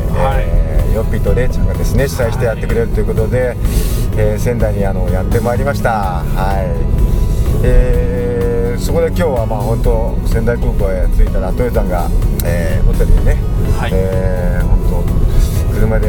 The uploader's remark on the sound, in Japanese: 即ドライビング対談収録しました